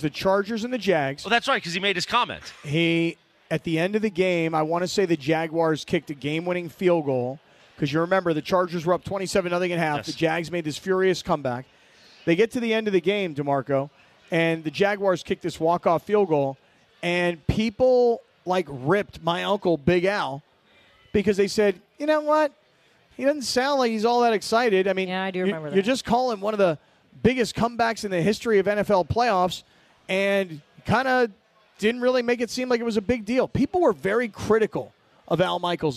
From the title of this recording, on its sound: LIVE From Yaamava!